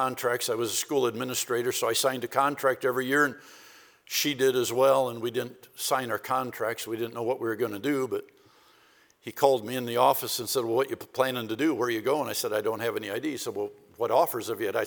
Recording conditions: large echoing room